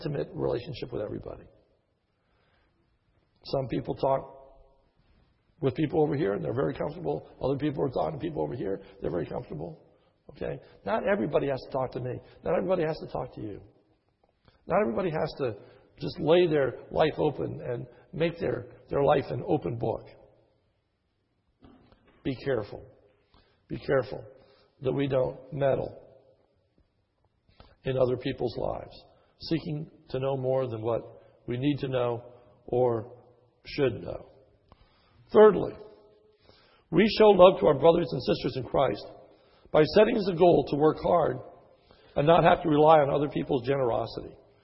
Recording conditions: large echoing room